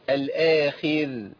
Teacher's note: انا عندي الراء الموقوف عليها المرققه لابد ان اتي بابتسامه بسيطه